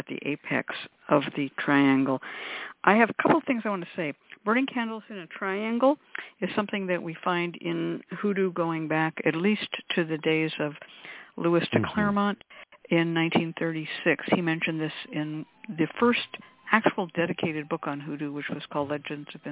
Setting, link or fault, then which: link, phone line